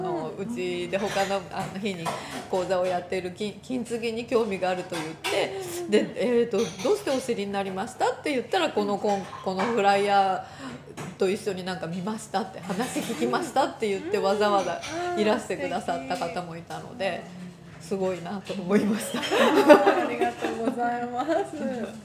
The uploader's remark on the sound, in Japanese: 甲府のカフェ・キュイエールより公開収録。ソロライヴをさせて頂いた甲府市のカフェ・キュイエールでのライヴ中に行った公開収録の模様をお届け致します。